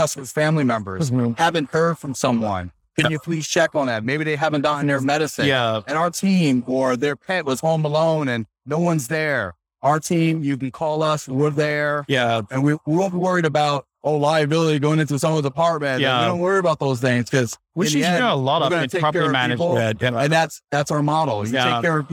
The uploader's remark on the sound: LIVE at Optech